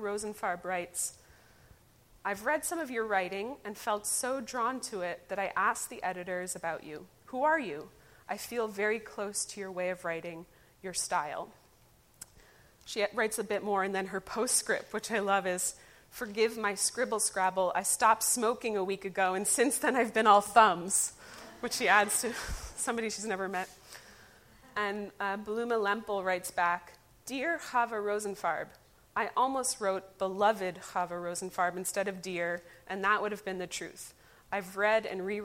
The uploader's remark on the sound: Recorded live at the Yiddish Book Center's Community Open House in October 2019. Yiddish Book Center Amherst, Massachusetts.